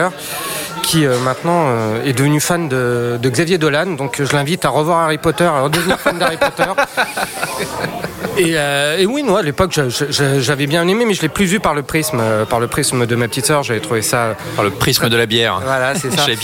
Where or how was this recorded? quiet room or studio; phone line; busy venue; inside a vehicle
busy venue